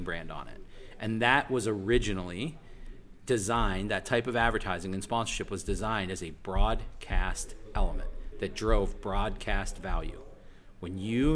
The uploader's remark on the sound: Episode 13 was recorded at Sport Accord on the Gold Coast.